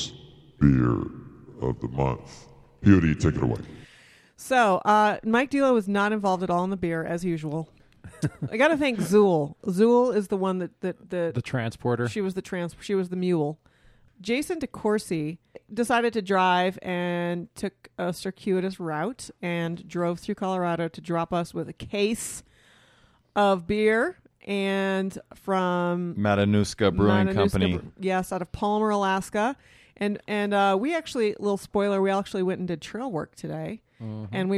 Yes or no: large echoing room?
no